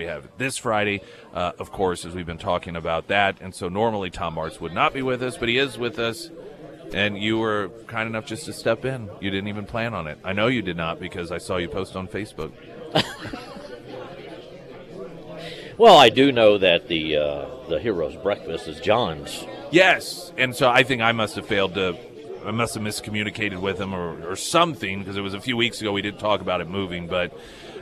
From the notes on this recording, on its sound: live at Scramblers Diner